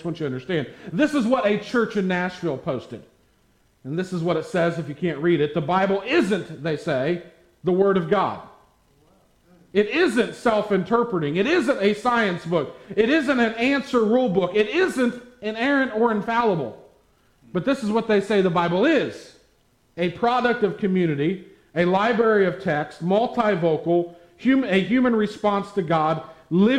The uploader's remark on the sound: at the Tarrant Bible Methodist Church